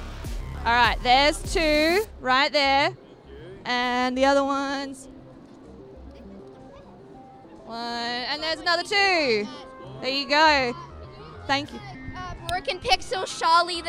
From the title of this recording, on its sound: Live from Oz Comic Con - Melbourne